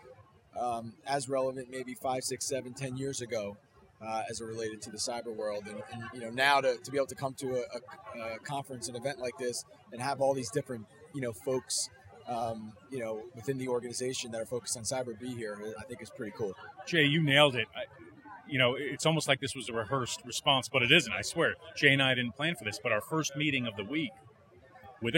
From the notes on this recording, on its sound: live from RISKWORLD 2023